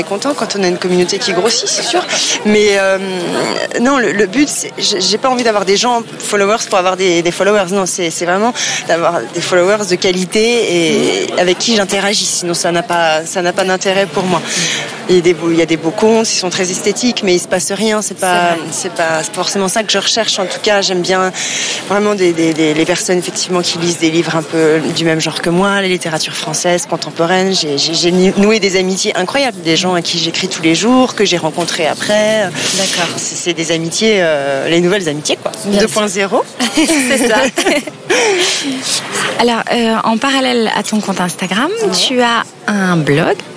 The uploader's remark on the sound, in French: Nous avons enregistré l'épisode en terrasse de café, face au centre Pompidou, un régal.